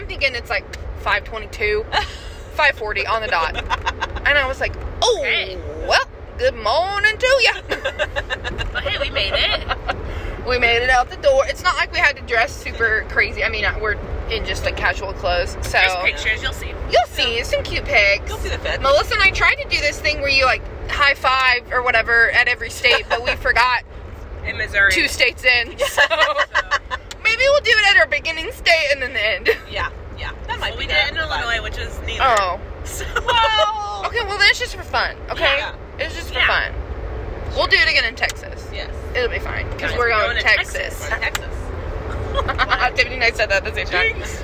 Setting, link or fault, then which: setting, inside a vehicle